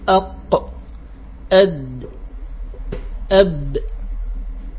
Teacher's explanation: اصطدام ثم فتح بعد هذا الاصطدام فيخرج الصوت. هذه هي القلقلة